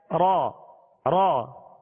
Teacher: ہلکی سی کپ کپاہٹ جسے راشا کہتے ہیں، ہلکی سی کپ کپاہٹ پیدا ہوگی · Term: مشابہت تکرار